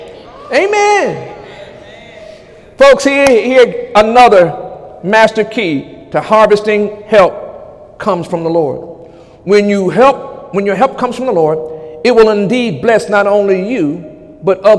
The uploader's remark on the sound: During Sunday morning service on November 26, 2017